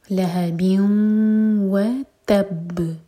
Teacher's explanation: تنوین، اس کے بعد ہے واو تو ادغام غنہ کے ساتھ، تو میک شیور کہ ناک میں آواز جائے اور دو سیکنڈس کا ٹائم دیں. لہبیوں و تب، ان میں با پر شدہ ہے اور با قلقلہ والا لیٹر ہے، تو با کو اسٹرانگ کر کے قلقلہ دے کر تب رکیں گے.